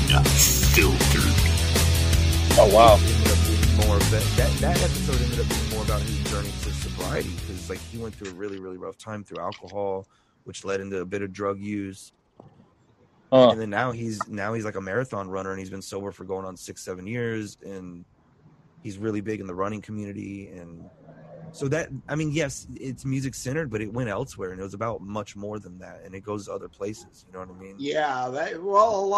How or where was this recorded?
busy venue